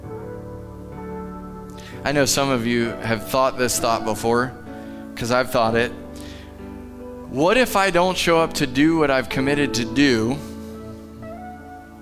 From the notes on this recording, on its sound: Live from The Summit Church in Dover, OH